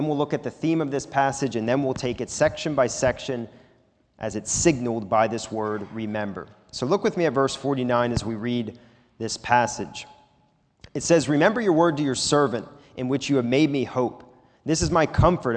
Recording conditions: large echoing room